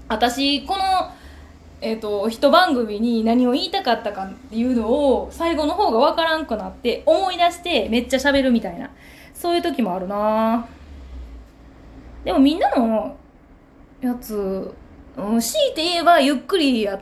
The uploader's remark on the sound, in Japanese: From Radiotalk。一緒にたこ焼きが焼ける音も楽しんでね。